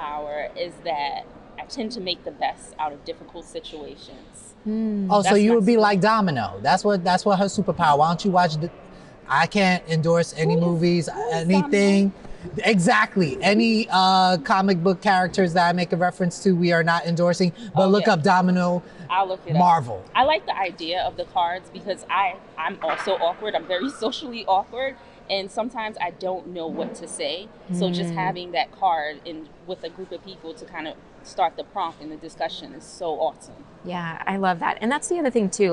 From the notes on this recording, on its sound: The team talks to DEIB professionals at the From Day One Conference 2023.